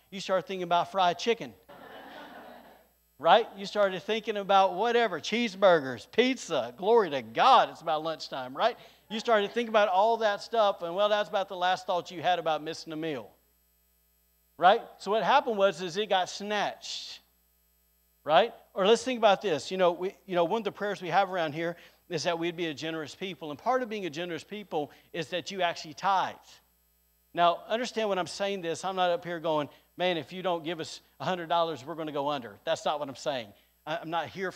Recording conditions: large echoing room